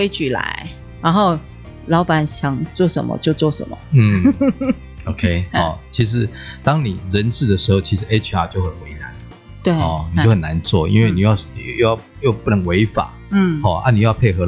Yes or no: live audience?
no